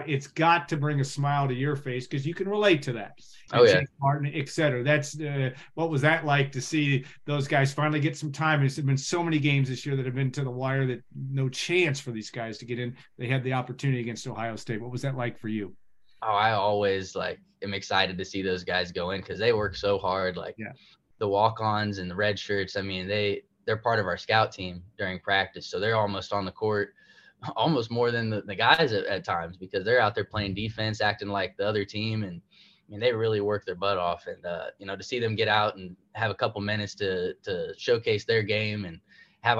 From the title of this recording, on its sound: Birthday Zoom